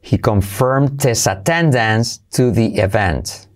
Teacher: Saltamos la H de his y como E